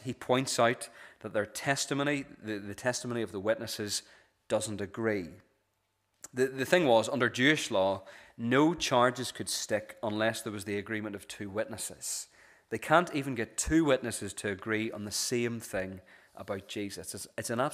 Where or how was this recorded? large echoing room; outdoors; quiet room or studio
large echoing room